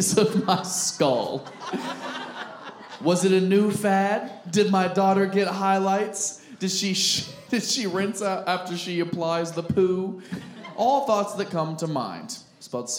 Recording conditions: live audience